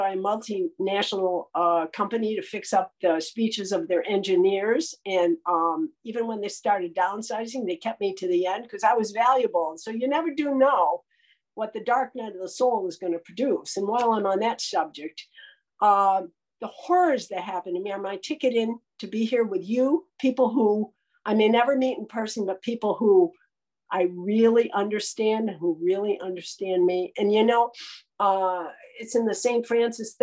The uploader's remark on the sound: This audio talk by a member of GreySheeters Anonymous, a 12-Step program for food addicts. Spoke on the Sunlight of the Spirit Zoom meeting.